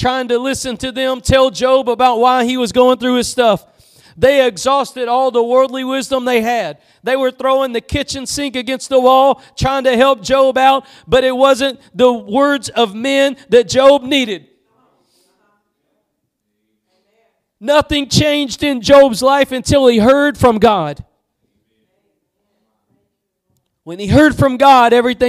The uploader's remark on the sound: Preached at Gospel Lighthouse in Bossier City, La.